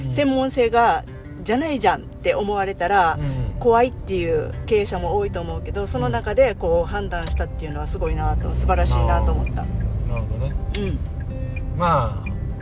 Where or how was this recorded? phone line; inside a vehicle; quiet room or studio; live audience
inside a vehicle